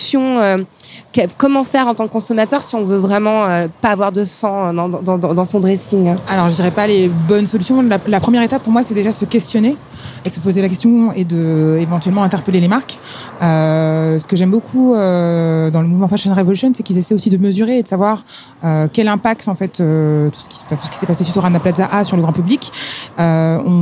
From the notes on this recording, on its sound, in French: Dans cet épisode bonus enregistré le 22 avril 2017 lors de la journée “Fashion Revolution”. Installées au bord du Canal Saint-Martin.